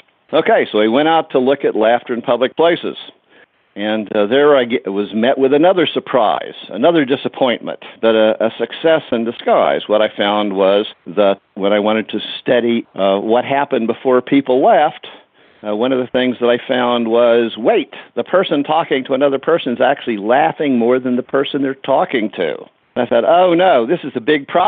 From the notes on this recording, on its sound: I called him on the phone to pick his brain